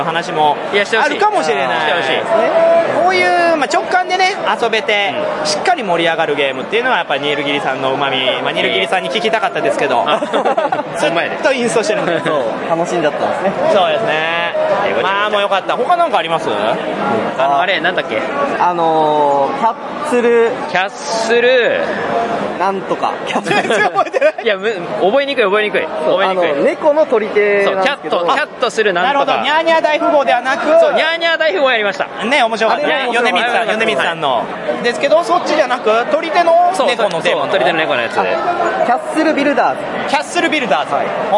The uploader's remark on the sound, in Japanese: 会場インタビュー＆懇親会。会場収録のため、騒音雑音が激しく入っております。